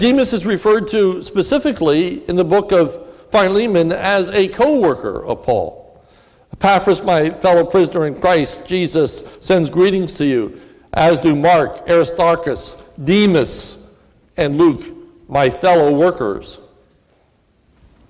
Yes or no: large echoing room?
yes